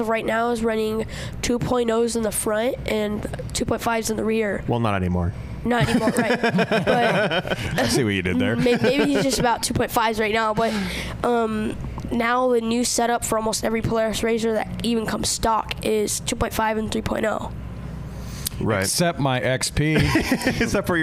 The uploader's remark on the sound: we are live in the Offroad Syndicate trailer at UTV Takeover Coos Bay, OR